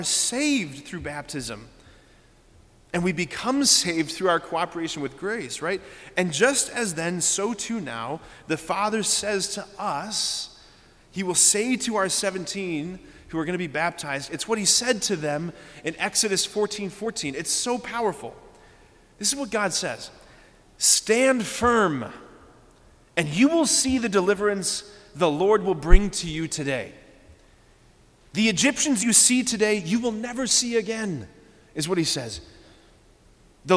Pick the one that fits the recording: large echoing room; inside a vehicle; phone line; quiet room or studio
large echoing room